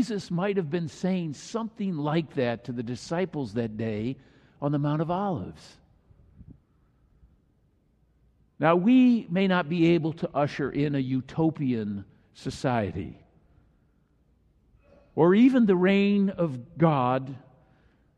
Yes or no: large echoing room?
yes